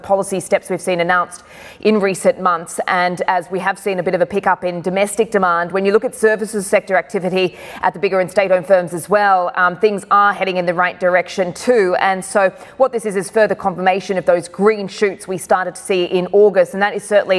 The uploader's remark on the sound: We are live at the ADIPEC summit in Abu Dhabi where we will be speaking to whole hosts of guests from the energy sector.